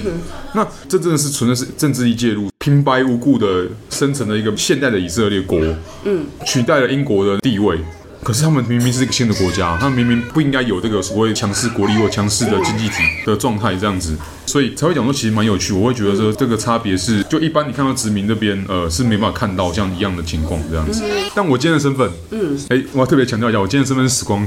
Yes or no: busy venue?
yes